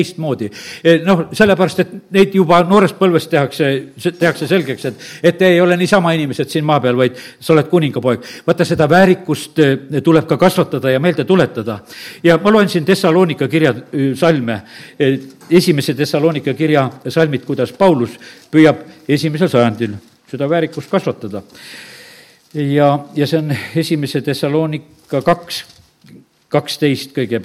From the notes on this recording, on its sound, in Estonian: Audio salvestus koosolekult